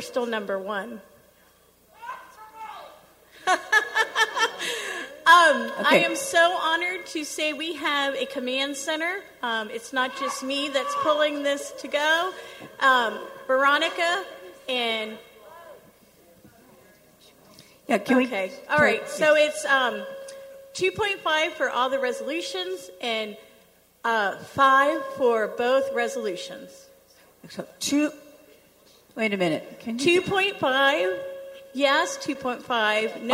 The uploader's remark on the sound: 2023 American Council of the Blind 62nd Annual Conference and Convention Renaissance Hotel and Conference Center, Schaumburg, IL and, via Zoom and ACB Media. General Session, July 6, 2023, Schaumburg Ballroom.